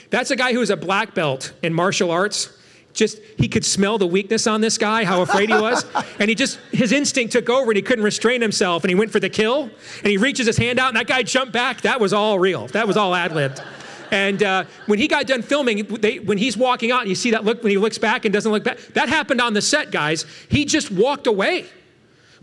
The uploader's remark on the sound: Coming to you from the 102nd Cedar Falls Bible Conference!